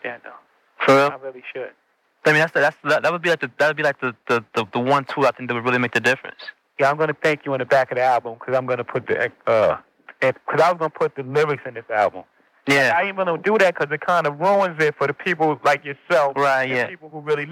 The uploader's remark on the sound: The recording is from a call-in interview from my famed Time Travel Radio show. Time Travel Radio was on the air on WNUR 89.3 Evanston-Chicago.